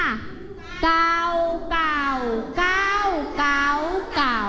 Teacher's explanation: คำว่าเก่าก็จะเป็นเสียงเอกรูปวรรณยุกต์ไม้เอกตรงกับเสียงแบบนี้นะคะ